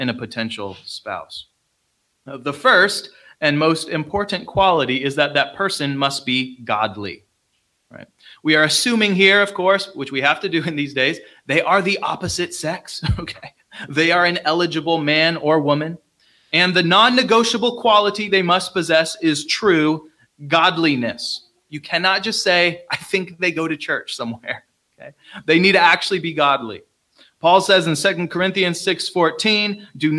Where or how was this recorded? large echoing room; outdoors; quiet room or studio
large echoing room